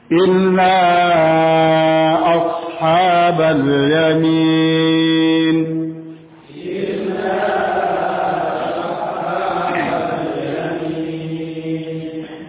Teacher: pengucapan sad lebih tebal daripada sin. Tentunya bibir tidak dimajukan. Bibir tetap pada posisi seperti biasa.